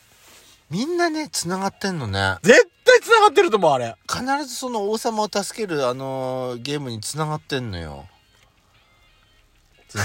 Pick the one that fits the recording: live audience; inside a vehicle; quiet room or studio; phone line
inside a vehicle